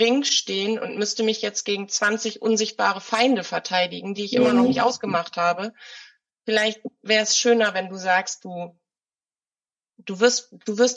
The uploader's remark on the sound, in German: Bitte entschuldige die minderqualitative Audioqualität, wir hatten technische Herausforderungen.